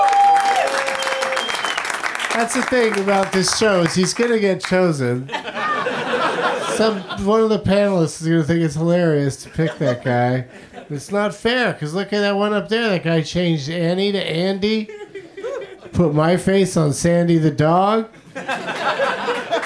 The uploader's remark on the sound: Live from the UCB Franklin in Los Angeles